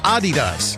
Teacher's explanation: Americans pronounce Adidas wrong. It's actually supposed to be Adidas, with a slight emphasis on the first syllable.